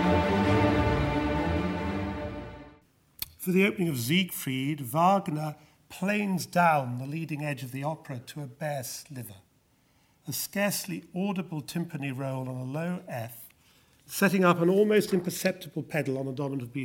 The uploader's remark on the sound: Winter Lecture at the British Museum